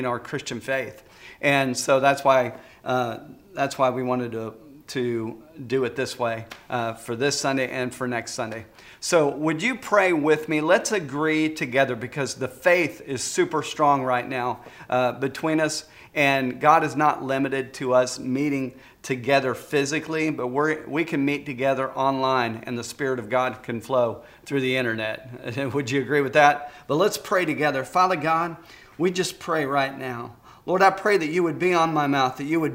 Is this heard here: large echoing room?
yes